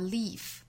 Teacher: 包括这个词的单数形式 leaf 也是紧音